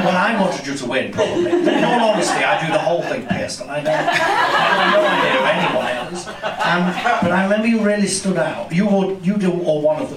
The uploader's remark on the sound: Live recording at the Museum of Comedy!